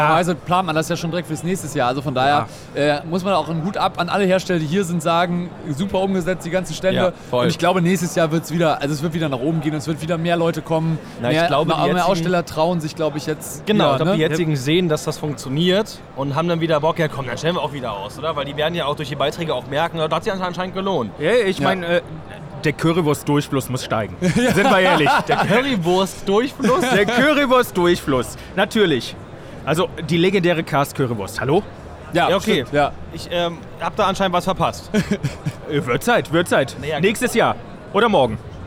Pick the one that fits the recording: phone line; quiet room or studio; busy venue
busy venue